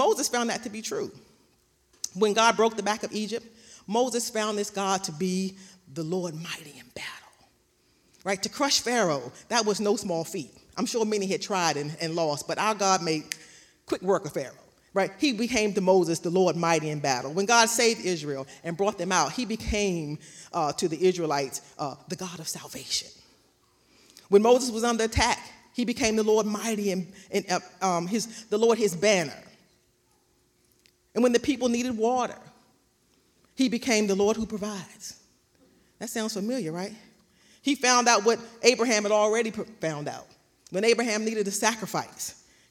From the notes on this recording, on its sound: recorded live on October 31st, 2021 at Newark United Pentecostal Church.